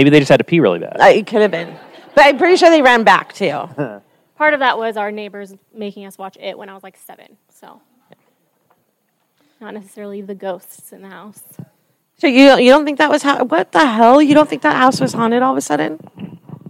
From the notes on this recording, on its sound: W/LIVE audience.